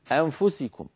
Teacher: ينتقلون من الهمزة إلى مخرج الفاء مباشرة أنفسكم، ولا يبقون من النون إلا غنتها خفيفة سريعة